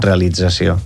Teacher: la T que passa D, perquè la S sonoritza eixa T. Per una assimilació.